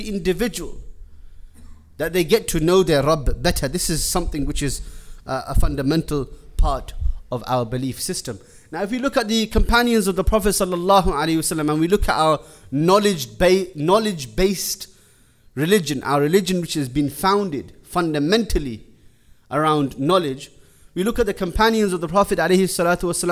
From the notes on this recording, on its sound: Jummah lecture.